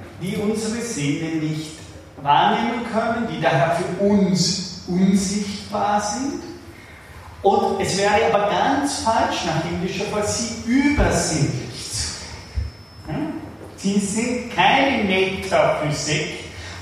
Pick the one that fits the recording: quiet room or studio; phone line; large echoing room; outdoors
large echoing room